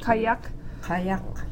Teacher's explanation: The second syllable is slightly more emphasized because it ends in a consonant.